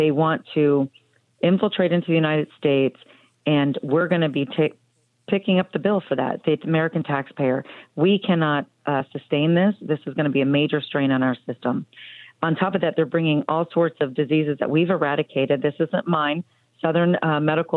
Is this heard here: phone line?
yes